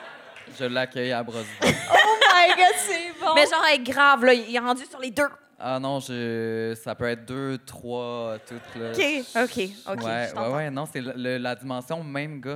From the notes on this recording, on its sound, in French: LIVE à Montréal. Leur tout premier épisode devant public!